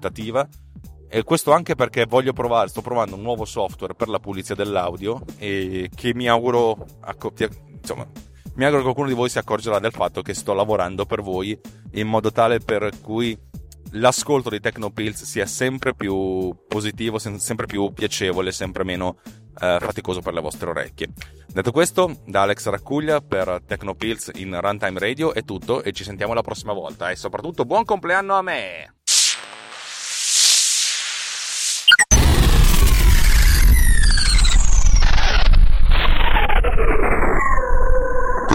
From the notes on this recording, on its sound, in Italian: Un nuovo programma di pulizia audio per farvi sentire TechnoPillz sempre meglio nonostante sia registrata in un'automobile che corre e va!